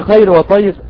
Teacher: الياء الساكنة في منزلة الكسرة وكأنها راء مسبوقة بكسر رغم انها راء مسبوقة بالسكون والسكون قبله فتح، الا ان هذه الراء مرققة لنزول الياء منزلة الايه منزلة الكسرة، وده امر مشهور ومعروف ايه عند جميع القراء كلمة خير وطير.